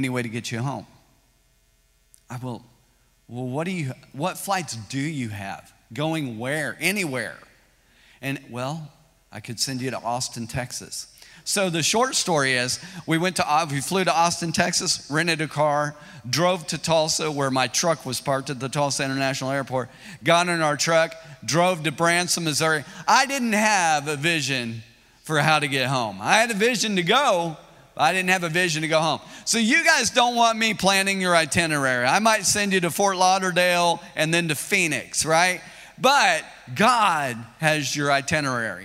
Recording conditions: large echoing room